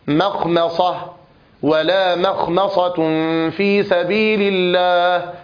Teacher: يعني هناك ترقيق ثم تفخيم ثم ترقيق ثم تفخيم ثم ترقيق، الميم مرققة، الصاد مفخمة، الخاء مفخمة، الميم مرققة، الصاد مفخمة، التاء مرققة · Term: بترقيق الميم